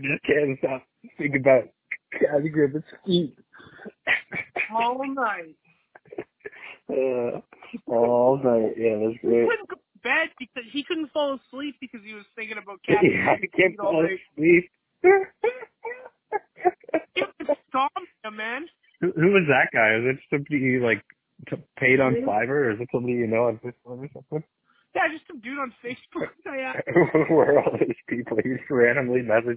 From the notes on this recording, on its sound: PodcastJones Over Da Phone.